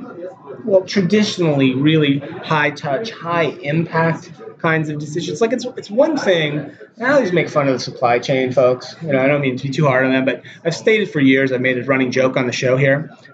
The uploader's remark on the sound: Recorded live at IBM's Think Conference in Las Vegas, a massive event that brings together over 30K IBM customers, partners, and employees.